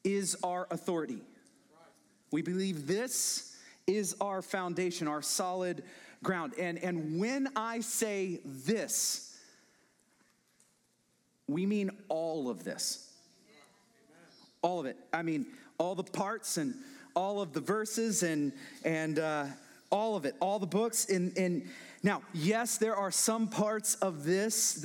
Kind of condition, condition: setting, large echoing room